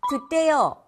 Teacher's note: 혀를 원래 둬야 할 위치보다 앞에 두고 소리를 내면요, 이 지읒이 디귿으로 소리가 나요.